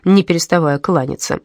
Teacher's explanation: с отсутствием ударения в первых слогах, оно появляется на пятом